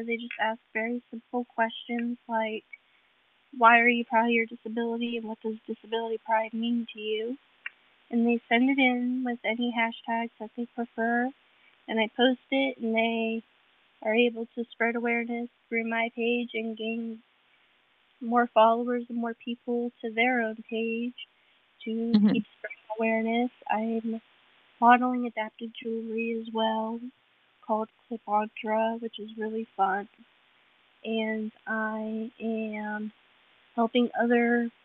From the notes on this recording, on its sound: A little audio difficulty - so listen closely to catch all the goodness.